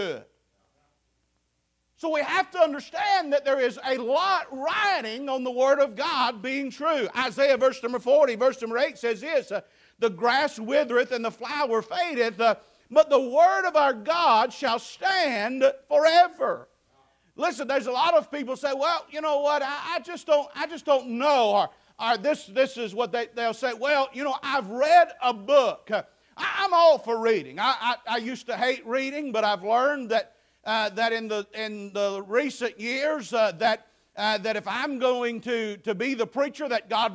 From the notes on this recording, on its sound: Preached at Faith Baptist Church 8/6/2023